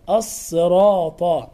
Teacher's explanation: اهدنا الصراط، الصيه، بعضهم ينطق الصاد هكذا اهدنا الصراط، يريد ان يفخم الصاد فيدخل حرف الشين على الحرف، يقول اهدنا الصراط، الصراط، هذا خطا. اهدنا الصراط مع تفخيم الطاء مع مراعاة المد الطبيعي بعد حرف الراء